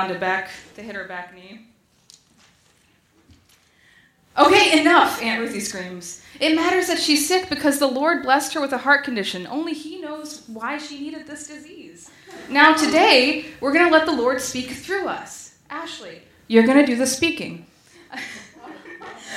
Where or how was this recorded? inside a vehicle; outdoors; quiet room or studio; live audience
live audience